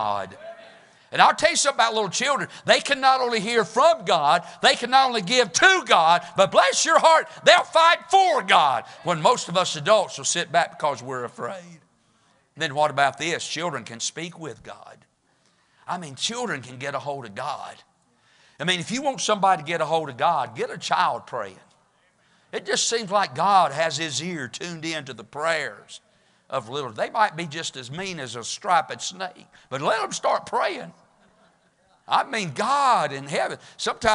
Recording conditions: large echoing room